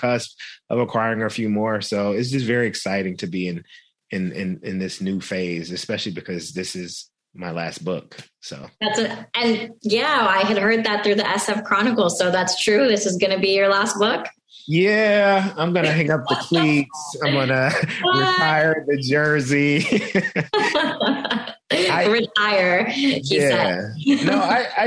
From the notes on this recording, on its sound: This program was recorded via video conference on October 20th, 2021 by the Commonwealth Club of California.